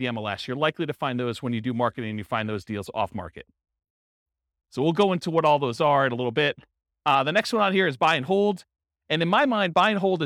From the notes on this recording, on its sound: This was a live class recorded.